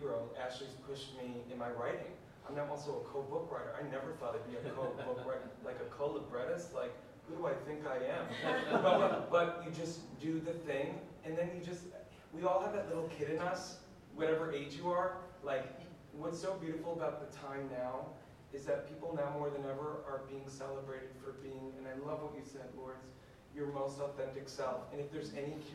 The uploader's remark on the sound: Live from BroadwayCon. Hosts a panel at BroadwayCon.